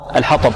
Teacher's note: الطاء الآن مفخمة والباء مرققة